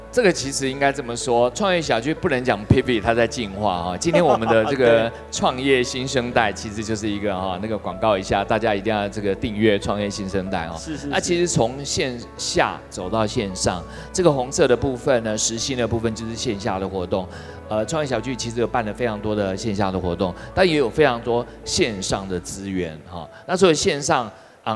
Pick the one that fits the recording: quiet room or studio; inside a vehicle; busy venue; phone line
busy venue